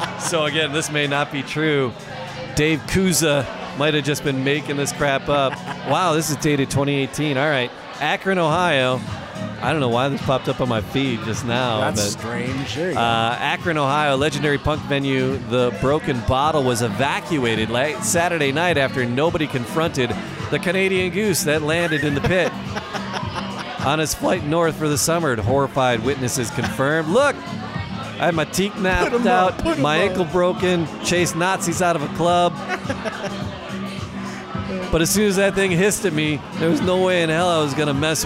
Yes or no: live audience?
yes